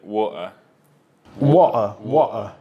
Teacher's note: Hacen una glottal stop acá en la garganta